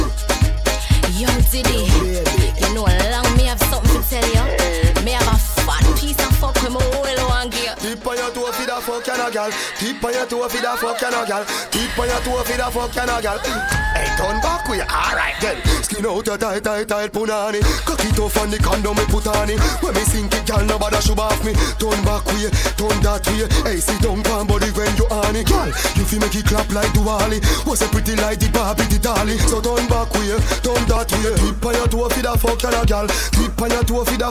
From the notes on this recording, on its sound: Live Recording from Heat Kitchen 12/30/23.